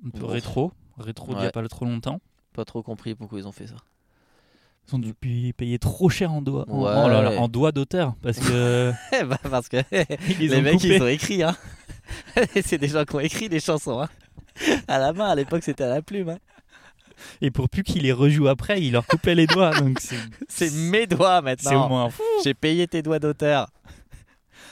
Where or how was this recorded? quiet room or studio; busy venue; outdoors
outdoors